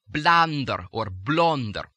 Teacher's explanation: the as in cut, becoming ah, or a little bit rounded, aw. So blunder will become blander or blonder.